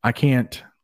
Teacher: Sometimes we don't stick that T at the end, right?